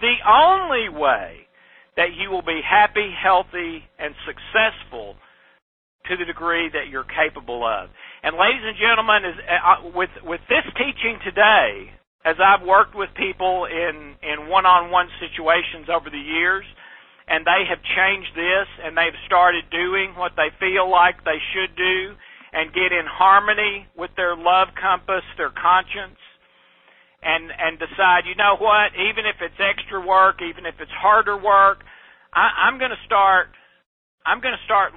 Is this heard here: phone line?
yes